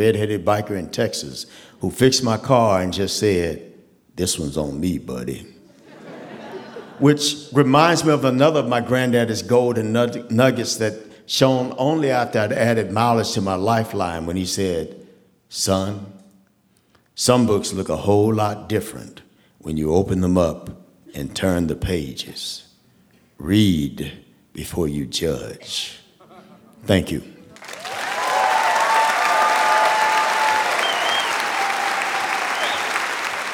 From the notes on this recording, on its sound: The Moth Radio Hour: Live from Dayton. A special live edition of The Moth, brought to you from the Victoria Theater in Dayton, Ohio.